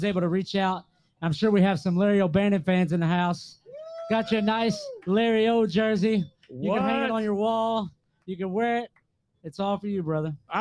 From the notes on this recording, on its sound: Coming to you live from the Collision Course Crew Tailgate! Goes live via Restream. We celebrated live from the Collision Course crew Tailgate with great food and drinks alongside great friends and music.